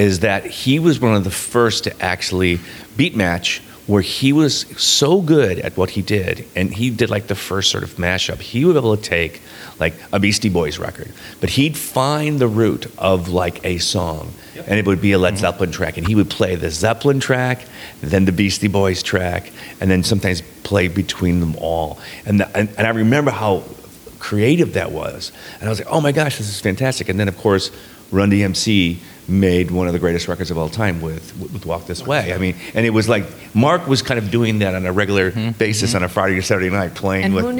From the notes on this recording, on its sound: Live from the Metro Smart Bar in Chicago where I worked in the 80s.